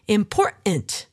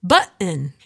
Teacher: dropping the T in the middle of words.